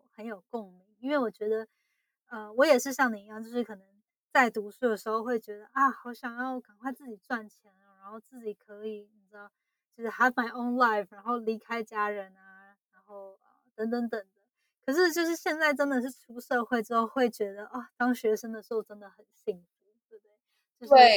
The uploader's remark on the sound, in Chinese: 這次的錄音音質比較不好並且聲音較小，後製也無法修正。